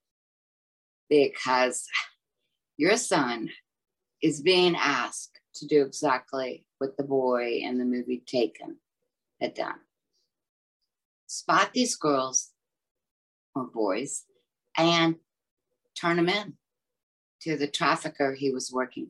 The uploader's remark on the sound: In a conversation recorded last month over Zoom.